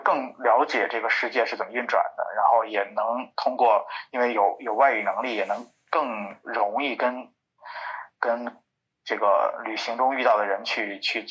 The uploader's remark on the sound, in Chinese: 本期音频由线上分享会录音剪辑而成。